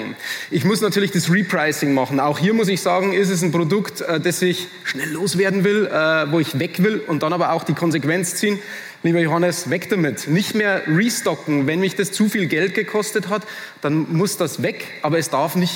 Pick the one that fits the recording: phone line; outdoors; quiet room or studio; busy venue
busy venue